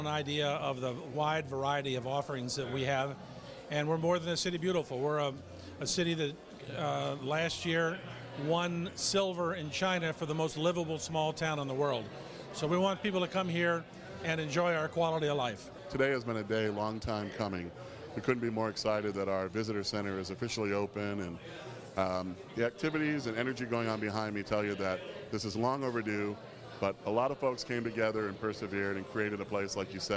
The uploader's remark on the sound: OFFICIAL RIBBON CUTTING OF THE CORALGABLES VISITOR CENTER